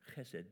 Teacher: In English, we'd say H-E-S-E-D, but in Hebrew, it's got a little ch sound to it